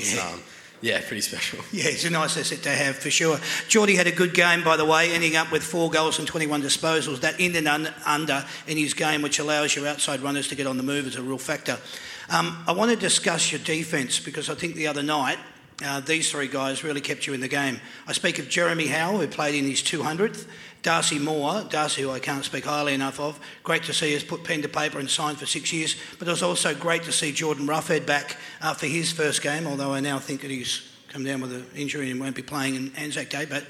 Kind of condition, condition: setting, live audience